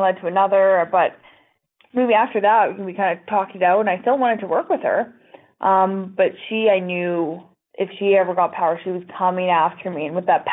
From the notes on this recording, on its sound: This is our phone interview